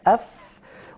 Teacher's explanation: مخرج للفاء اللي هو بطن الشفة السفلى مع أطراف الثنايا العليا